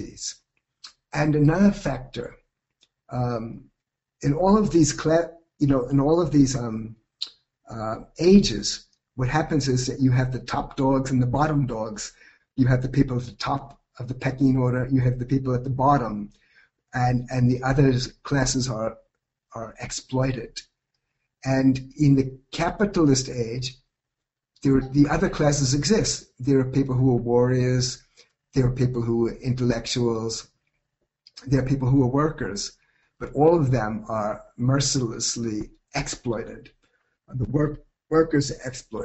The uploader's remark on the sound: This is a lecture (originally delivered as a webinar)